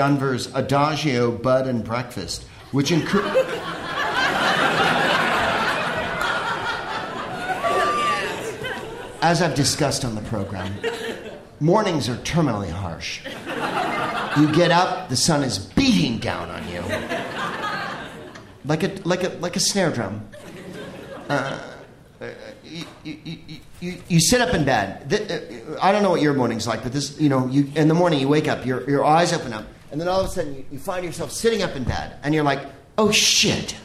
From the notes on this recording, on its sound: Live from the Bell House in Brooklyn